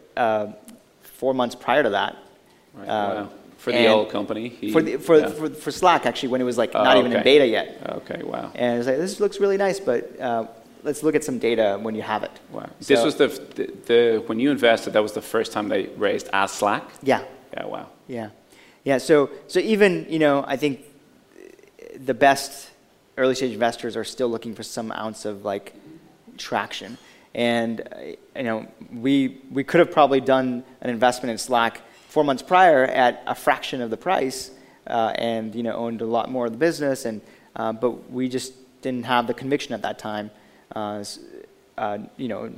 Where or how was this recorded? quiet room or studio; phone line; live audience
live audience